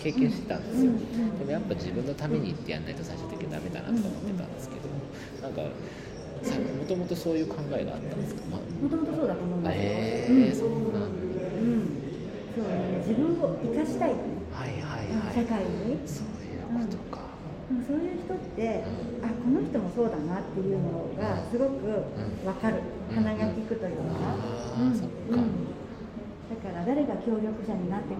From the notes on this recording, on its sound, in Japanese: 2022年9月に開催した旧国立駅舎での1週間イベントでの公開ラジオ収録のアーカイブ配信です。